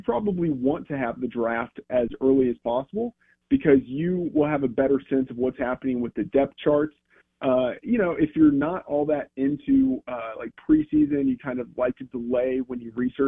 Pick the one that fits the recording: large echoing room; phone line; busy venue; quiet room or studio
phone line